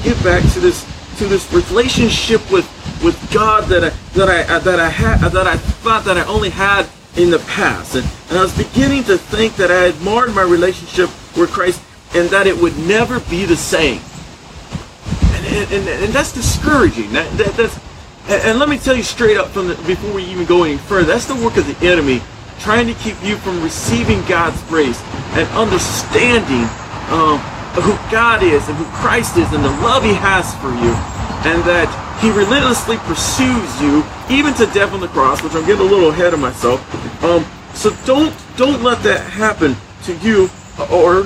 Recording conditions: background noise